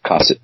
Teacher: It's pronounced with the emphasis on the first syllable.